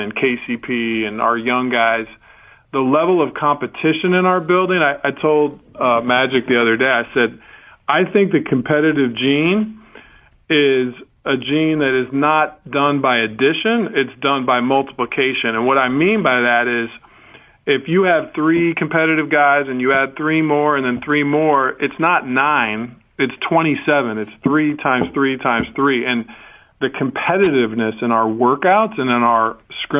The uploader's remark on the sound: called in after his Media Day Presser